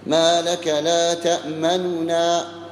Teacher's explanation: لكن احذر من إخفاء الميم، لابد تظهر الميم والنون بعدها، وبينهما تأتي بها ثلث الحركة